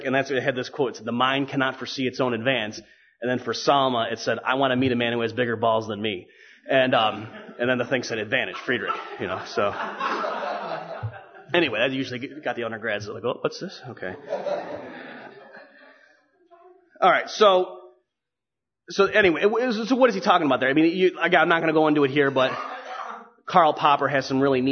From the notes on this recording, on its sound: Hayek Memorial Lecture at the 2010 Austrian Scholars Conference.